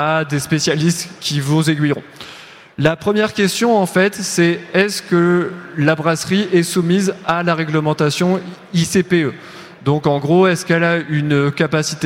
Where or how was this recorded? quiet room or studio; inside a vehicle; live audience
live audience